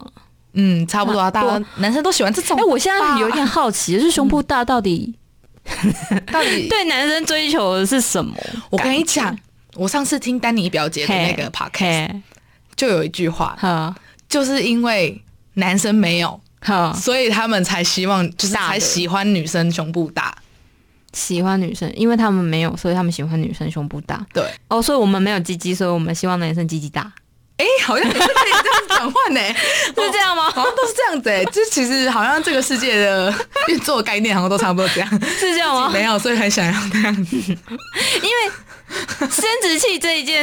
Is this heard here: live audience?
no